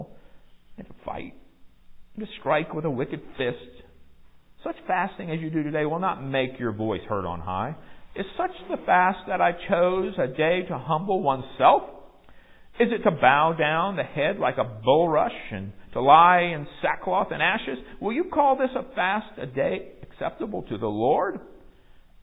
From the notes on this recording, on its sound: Recorded live in the sanctuary of MPPC.